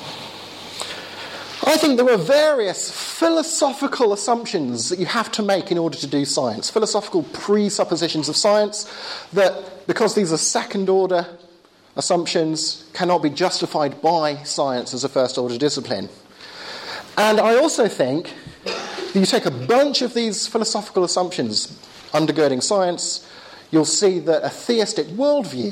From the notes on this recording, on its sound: Talk with Q&A at Hesketh Bank Christian Centre, May 2011